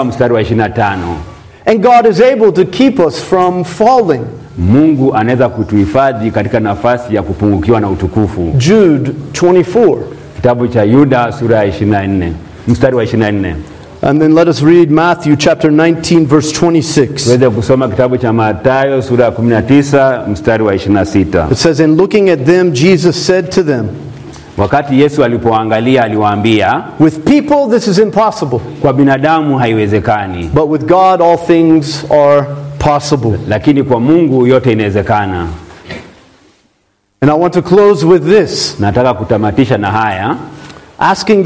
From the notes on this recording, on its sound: This sermon was preached at Mercy Baptist Church in western Kenya.